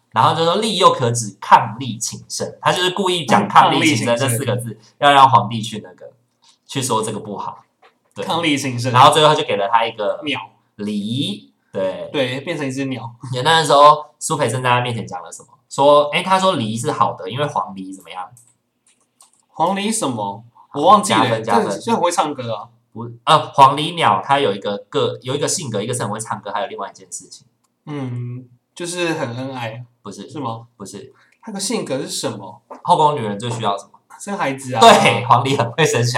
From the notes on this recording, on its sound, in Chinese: 抱歉這一集因為錄音設備設定問題，導致聲音不盡理想